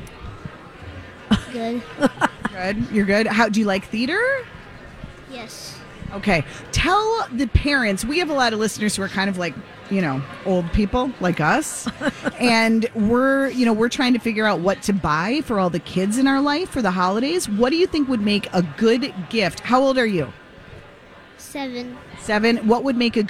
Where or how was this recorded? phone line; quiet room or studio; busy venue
busy venue